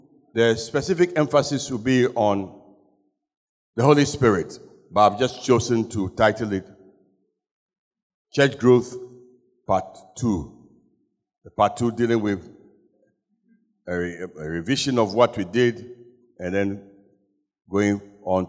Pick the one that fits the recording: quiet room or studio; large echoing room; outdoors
large echoing room